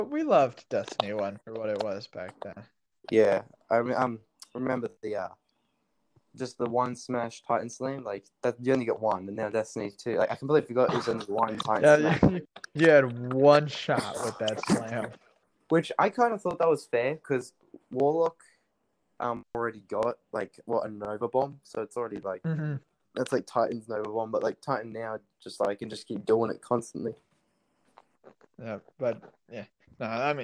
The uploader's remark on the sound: Please keep in mind that this call was done over way too many miles to count and does at times become hard to understand. Had a blast recording this even with the problems.